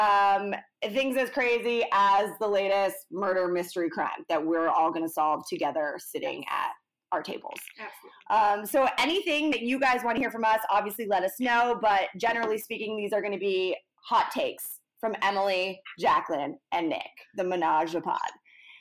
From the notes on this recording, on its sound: this was our very first episode and we are still trying to get the sound right